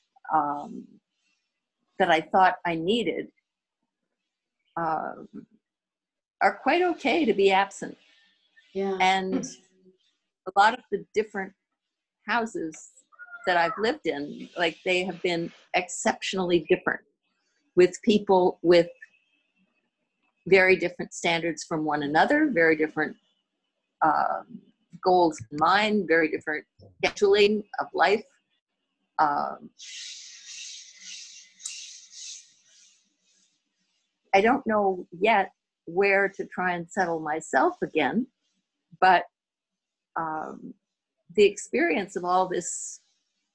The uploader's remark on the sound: Psychic Forecast - Live Group Zoom Event.